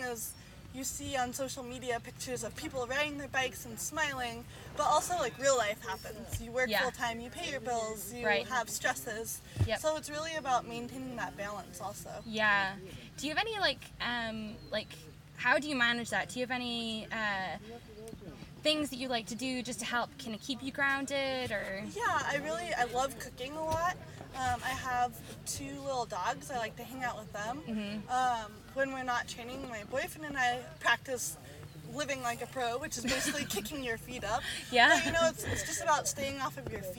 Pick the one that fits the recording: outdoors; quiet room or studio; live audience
outdoors